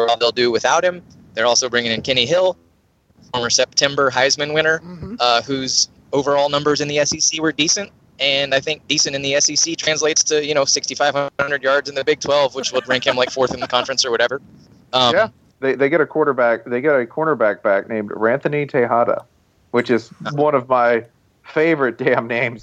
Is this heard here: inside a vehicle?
yes